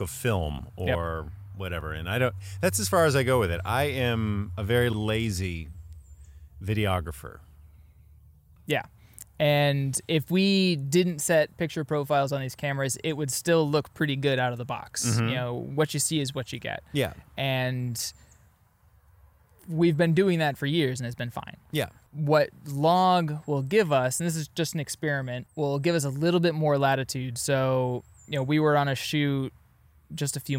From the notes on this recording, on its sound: This is our first recording outside and we're having a ball.